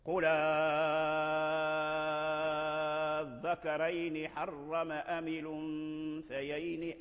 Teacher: إذن فالقراء سلكوا إحدى طريقين، أبدلوها أي أبدلوا همزة الوصل، فالتقى هذا البدل مع الشدة الذكرين، فكان من باب مد اللازم الطويل المشبع